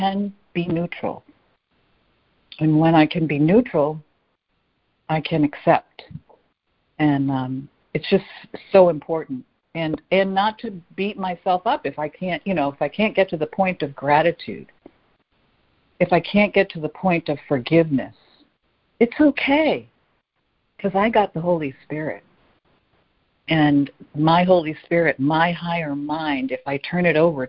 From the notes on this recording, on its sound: ACIM Daily Conference Call.